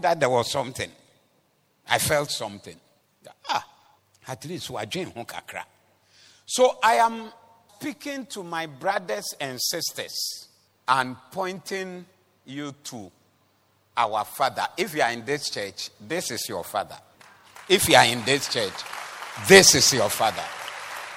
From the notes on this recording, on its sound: Preached at the Doxa Service 29102023